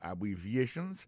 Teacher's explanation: Abbreviations, accent tonique là, tombé sous troisième syllabe là. Nan mot ça, gen quatre syllabes.